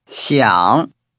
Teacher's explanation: But would like is pronounced with a falling, rising tone. 想 While the first part of Hong Kong has a high level tone.